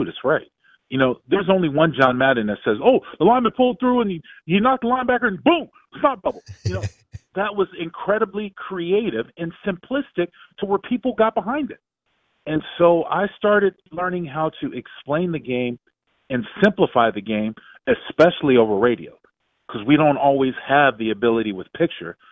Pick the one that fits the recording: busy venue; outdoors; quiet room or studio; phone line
phone line